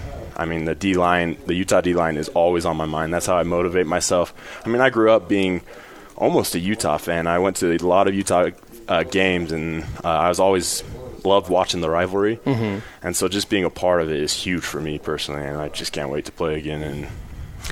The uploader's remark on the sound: live from BYU Media Day